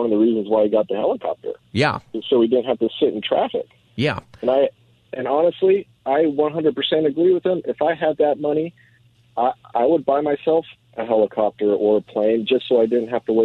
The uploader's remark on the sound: takes your calls for open phone Friday!